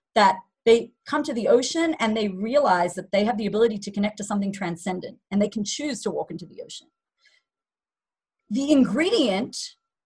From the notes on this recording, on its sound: Zoom Class